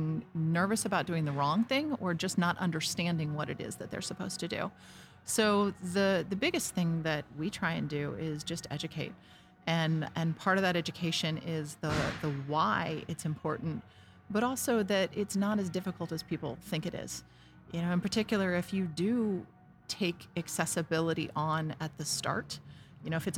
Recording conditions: busy venue